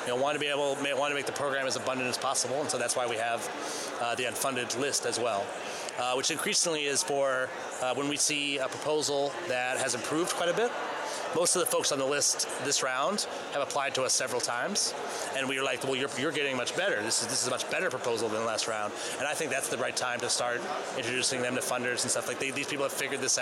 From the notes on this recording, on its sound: Set up a recording booth in the lobby at this year's Nexus U.S.